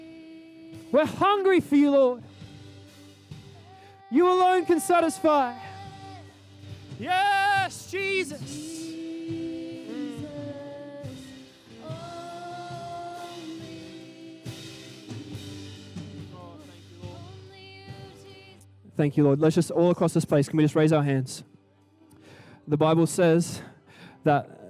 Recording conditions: large echoing room